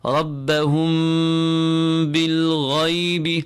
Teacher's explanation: We will uh, elongate the mim, pull the mim because of the Ba following it, apply ghunna to that mim and keep it light. Slight space between the lips is required · Term: ikhfa shafawi